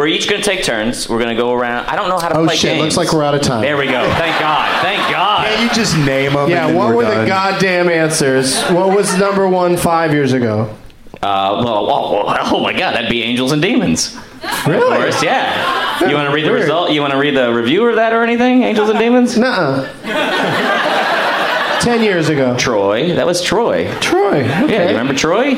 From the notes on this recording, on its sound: Live from Cap City Comedy Club in Austin, TX